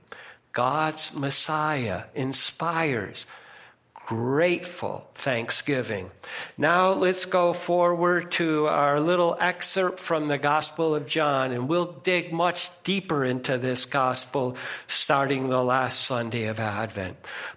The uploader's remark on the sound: First Congregational Church of Clinton, MA -- Sermon -- November 20, 2022